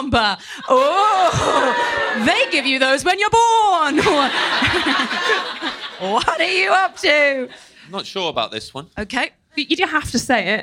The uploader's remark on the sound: Live at Soho Theatre. Recorded by Soho Theatre.